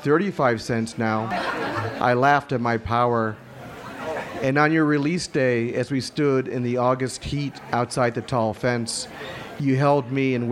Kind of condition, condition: setting, live audience